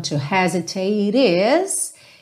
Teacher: O T final do hesitate tá ligado no is com som de rarara, porque o E final não é pronunciado